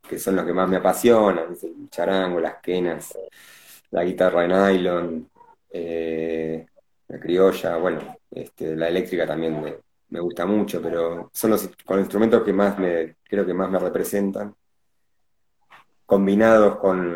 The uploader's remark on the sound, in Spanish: Audio extraído de IG LIVE